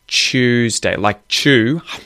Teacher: the U sound in front of a consonant affects the sound of the consonant by adding in a little Y sound between the consonant and the U. So you'll hear, for example, in the word Tuesday, I don't actually say a T. · Term: regressive assimilation